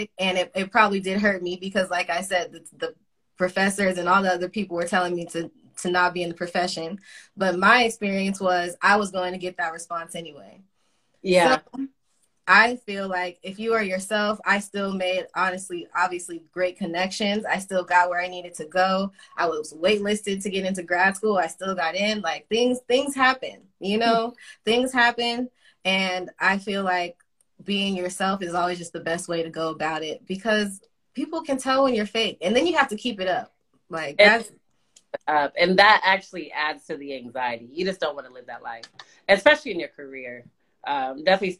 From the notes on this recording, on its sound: IG Live discussion